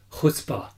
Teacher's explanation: I think we have a closer to Arabic. It's deeper in the throat. Yeah. And there's a lot more contact of the soft palate. · Term: The guttural